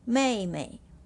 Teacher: M E I with the fourth tone on top of E and another syllable M E I with neutral tone, no tone.